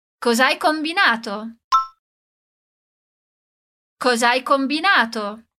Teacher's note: repetir o som do a duas vezes, a gente emenda tudo como se fosse uma palavra só. Então, como você perguntaria para um amigo ou uma amiga o que ele ou ela aprontou?